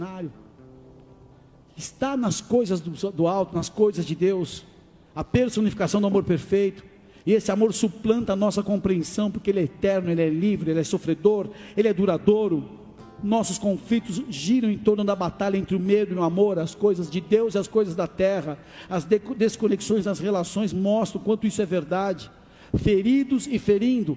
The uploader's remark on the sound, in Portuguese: Áudio extraído do Culto do dia 16 de de Julho de 2023.